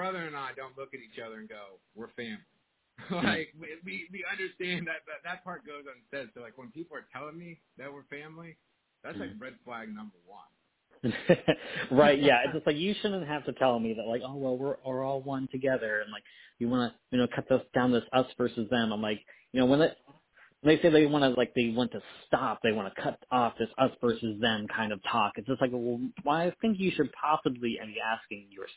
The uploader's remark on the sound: We had some technology issues with this one, which led to us broadcasting for a third time via our phones. Due to the difficulties, I did not give the man a proper intro as I was sweating bullets trying to figure out how to record a podcast over the phone.